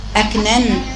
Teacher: يجب اعطاء النون الاولى زمانها وصفتها قبل ان تنتقل الى النون الثانيه